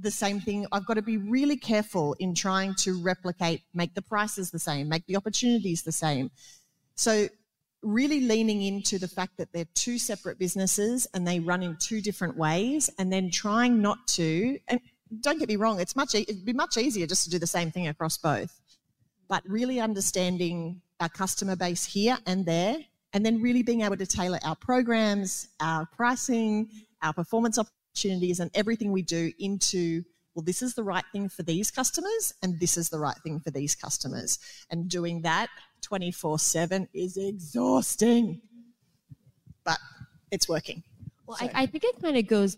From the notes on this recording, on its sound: Live from the DanceLife Teacher Conference.